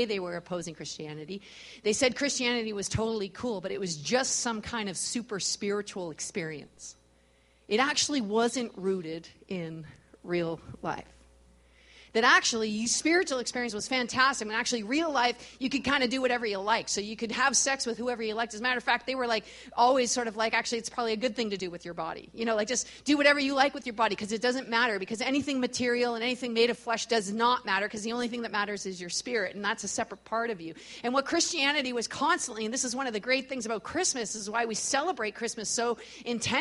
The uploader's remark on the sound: we gathered at Victory Church on the Rock in Edmonton, AB.